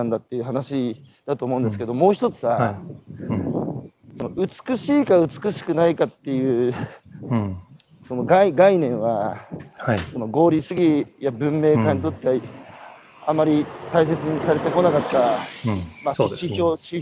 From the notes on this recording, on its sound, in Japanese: 歩きながら1時間、対談する。